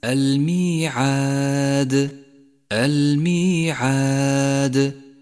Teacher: إشارة إلى صفة القلقلة، وهي في هذا الموضع قلقلة كبرى لأنها جاءت في آخر الكلمة